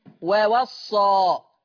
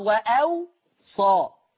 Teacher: أيضا يقرأ ووصى بشدد الصاد وبواوين مفتوحتين ووصى، لكن ورش يضع همزة بين الواوين ويسكن الواو الثانية ويخفف الصاد · Shown in: second take